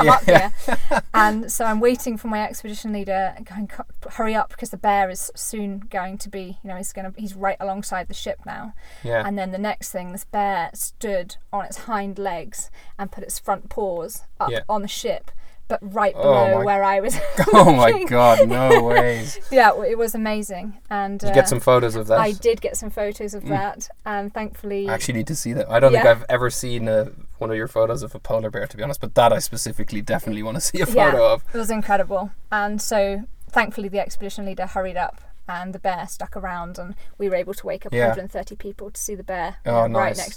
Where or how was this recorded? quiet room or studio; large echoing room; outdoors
outdoors